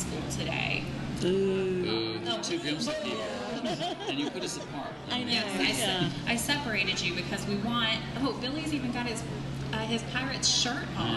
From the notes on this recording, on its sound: The Starlight Room recorded from inside Gibb's Hundred Brewing on State Street.